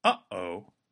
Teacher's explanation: You don't say, oh, gliding directly from one vowel to the other. Rather, you paused the flow of air, formed a clean break, and then moved on to the next vowel. Uh-oh. That's what a glottal stop does.